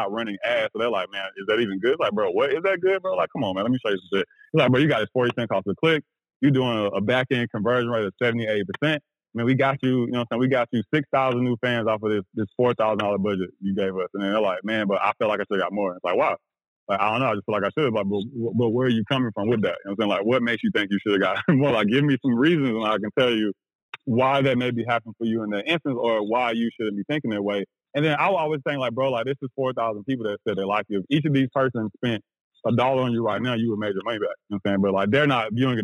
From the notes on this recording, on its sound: joined on the phone